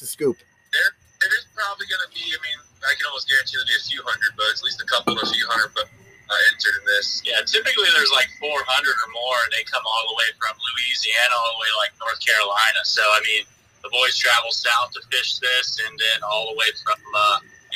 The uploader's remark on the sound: Pierce, FL. On the phone.